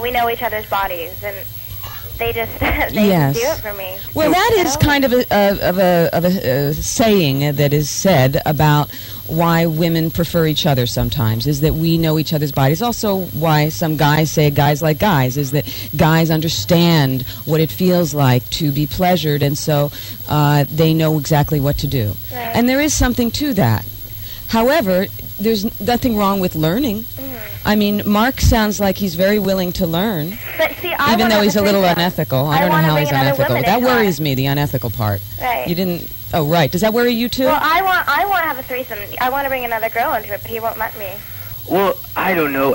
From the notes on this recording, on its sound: This is a caller on my Saturday night live show.